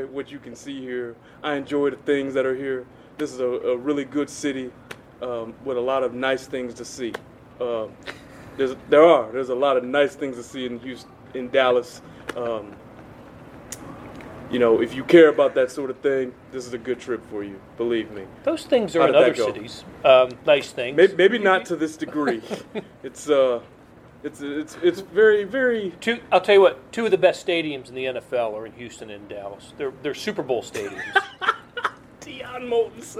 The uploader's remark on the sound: live from AT&T Stadium